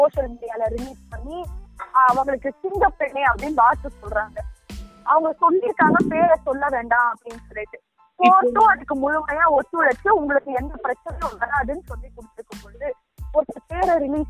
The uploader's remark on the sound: Random phone call